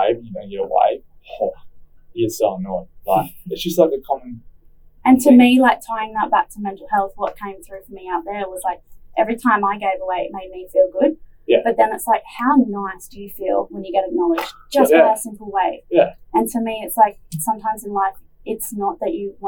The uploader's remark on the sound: Apologies for the sound quality = had some technical difficulties